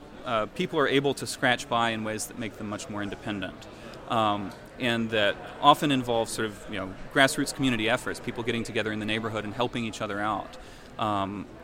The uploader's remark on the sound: recorded on Septermber 1st at Libertopia Festival